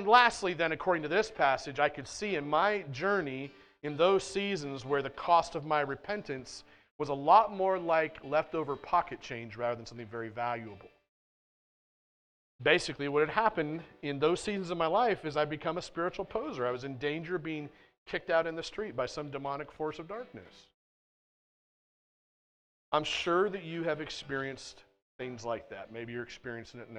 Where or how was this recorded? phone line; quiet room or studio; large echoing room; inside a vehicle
large echoing room